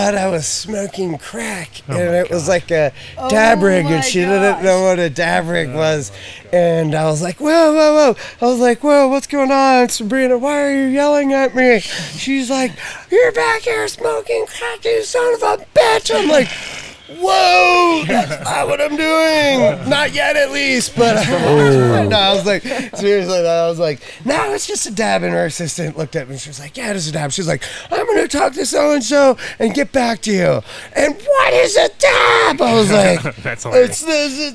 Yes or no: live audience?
no